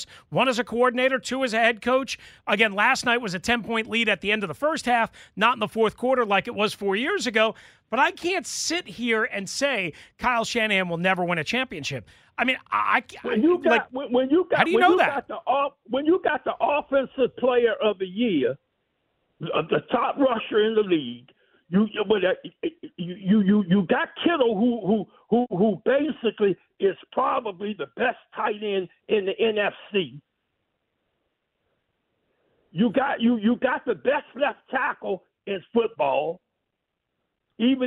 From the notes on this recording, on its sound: Back to the phone lines to talk about your observations from the Chiefs win. More of your phone calls to talk about the big game.